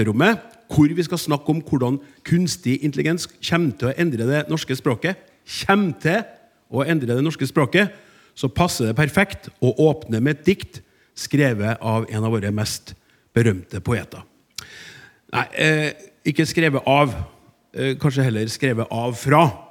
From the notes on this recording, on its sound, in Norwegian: Live fra Trøndelag Teater